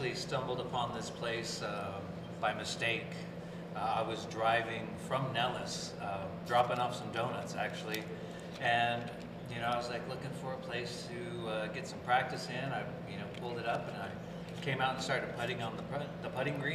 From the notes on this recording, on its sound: Recorded at Golf Club at Sunrise